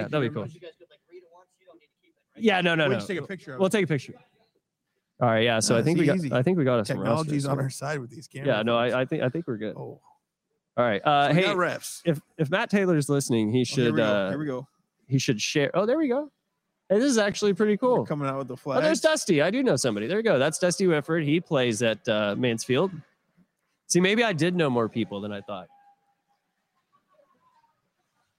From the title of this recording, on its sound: Live from United Heroes League Charity Hockey Game